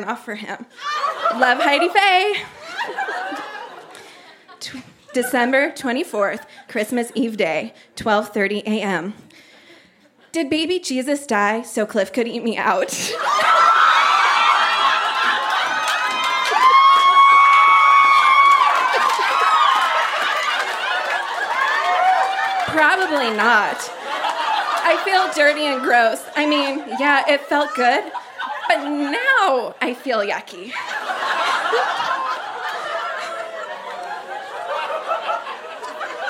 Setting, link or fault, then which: setting, live audience